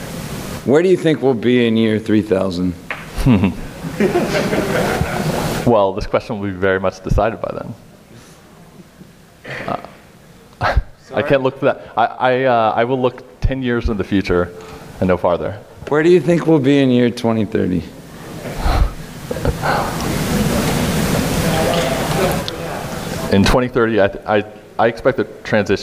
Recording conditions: live audience